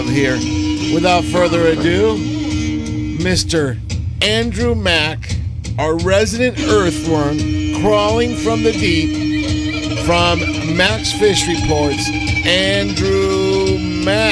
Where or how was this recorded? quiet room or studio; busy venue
busy venue